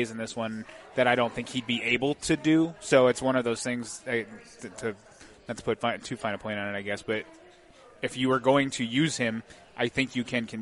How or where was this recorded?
live audience